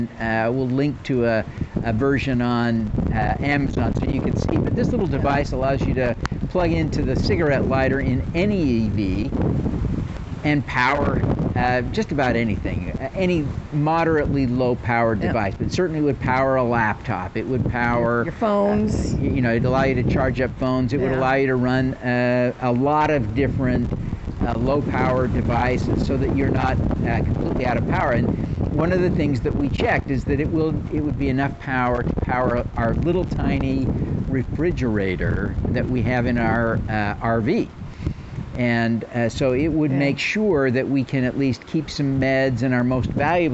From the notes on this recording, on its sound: We recorded this episode outside in the storm. Here in Jacksonville on Thursday, as we recorded this, the wind was blowing gusts up to 35 miles per hour with steady, light rain.